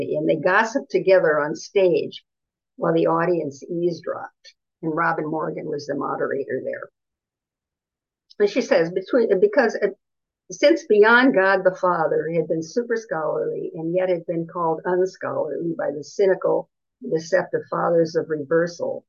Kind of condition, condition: link, video call